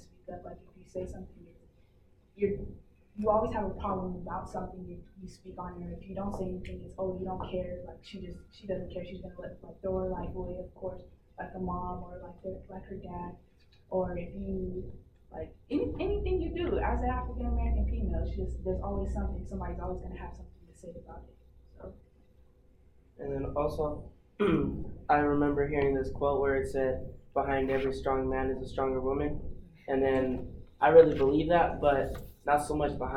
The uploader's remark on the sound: In our first live show, thanks to the Colorado Education Association.